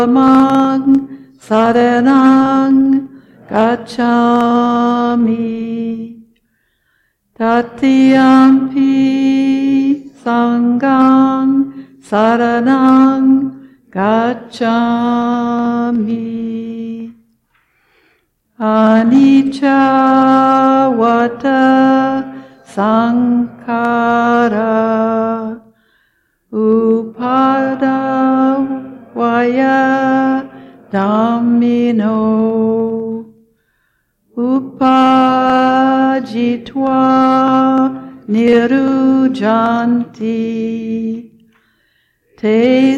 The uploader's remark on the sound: Recorded at the Blue Lotus Buddhist Temple. Recorded at the Blue Lotus Buddhist Temple.